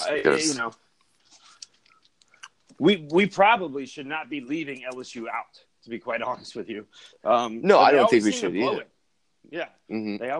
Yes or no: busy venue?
no